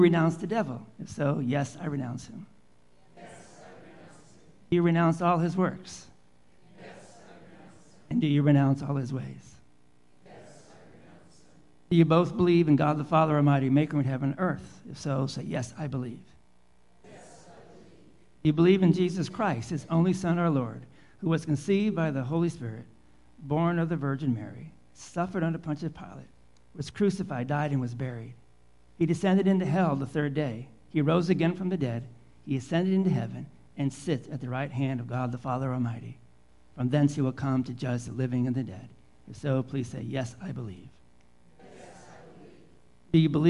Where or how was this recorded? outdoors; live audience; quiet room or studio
live audience